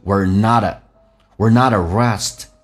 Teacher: At 直接说成 a 这个发音，OK，因为被弱化变成 we're not.